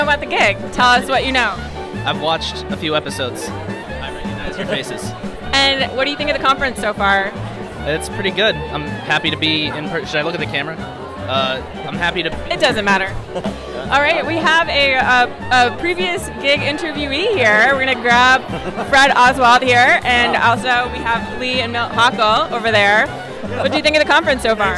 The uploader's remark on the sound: Live from SIOP. IO-on-the-street interviews at SIOP 2022, live from Seattle, Washington!